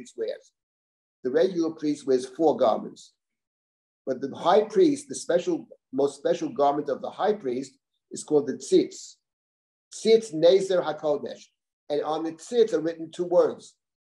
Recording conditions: video call